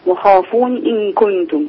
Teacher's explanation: مفيش إثبات الياء، ما تثبتيش الياء وصلا. وخافوني إن كنتم، على طول وخافون إن كنتم.